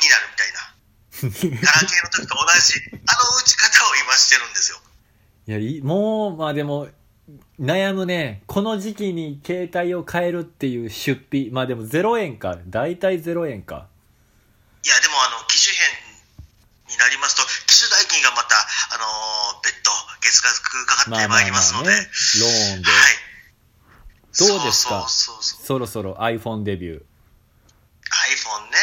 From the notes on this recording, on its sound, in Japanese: LINE電話をスピーカーにして収録してますので聴きにくい部分があるとは思いますがよろしくお願いいたします。公園収録。